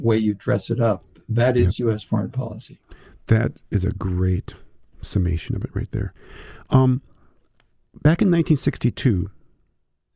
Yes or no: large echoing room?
no